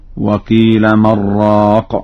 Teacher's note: قرأ ورش بدون سكت على النون